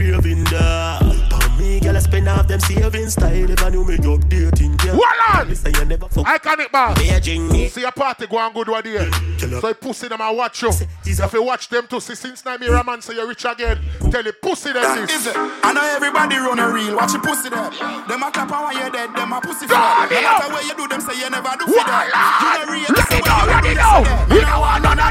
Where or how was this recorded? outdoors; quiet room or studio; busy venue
busy venue